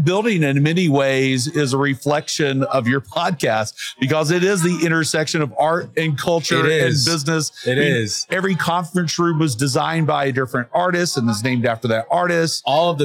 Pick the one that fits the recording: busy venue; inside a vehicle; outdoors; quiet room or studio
busy venue